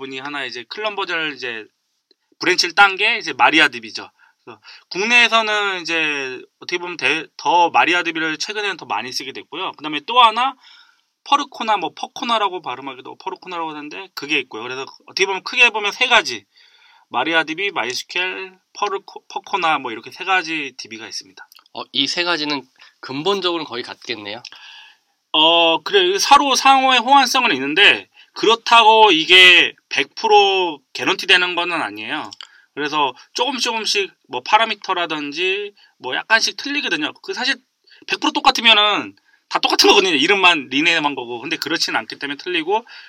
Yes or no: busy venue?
no